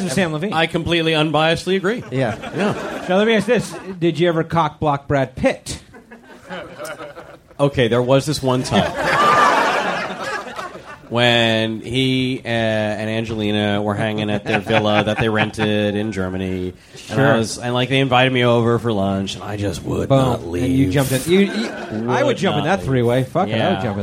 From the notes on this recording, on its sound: Our first LIVE podcast. Recorded at the Punchline Comedy Club in San Francisco for SF Sketchfest.